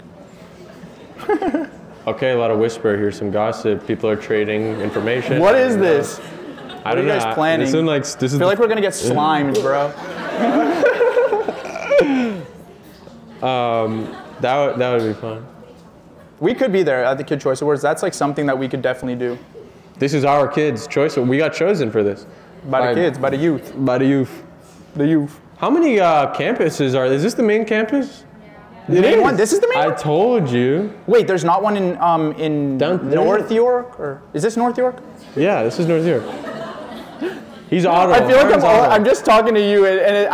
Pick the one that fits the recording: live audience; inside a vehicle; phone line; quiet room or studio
live audience